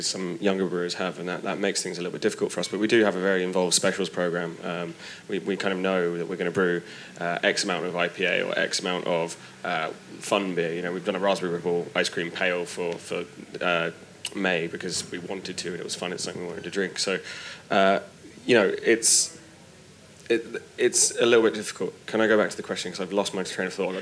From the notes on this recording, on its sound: FyneFest 2019. I’m joined on this panel by three people. Apologies for a little background noise, this was recorded at a festival heading well into the livelier portion of its afternoon.